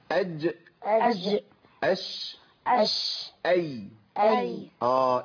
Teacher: سقف الحنك. يبقى وسط اللسان بيخرج منه الجيم والشين والياء